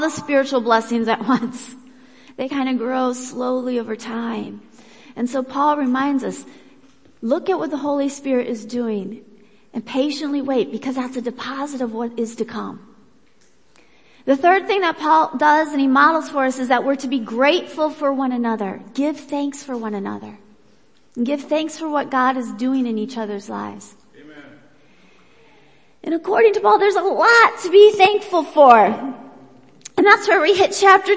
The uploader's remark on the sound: Worship Service